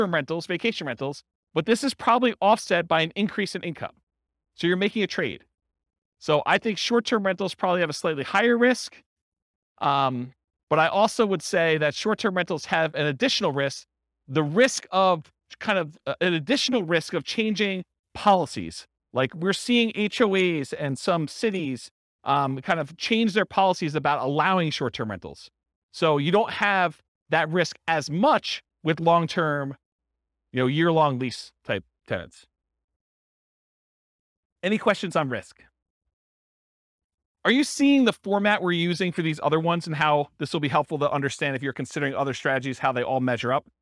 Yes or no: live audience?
yes